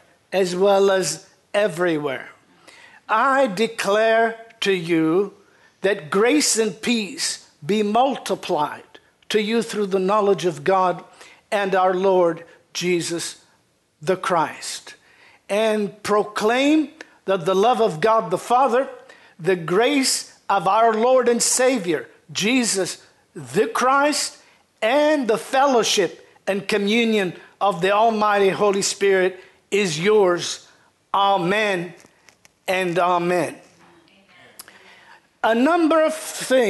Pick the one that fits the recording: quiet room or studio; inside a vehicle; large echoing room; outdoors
large echoing room